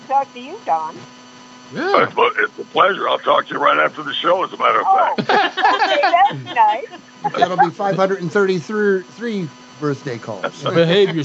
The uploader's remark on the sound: joins us by phone